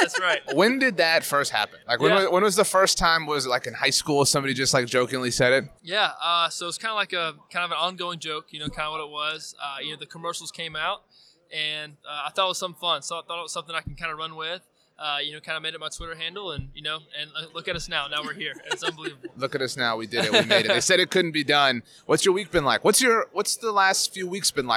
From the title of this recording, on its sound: on Super Bowl LIV Radio Row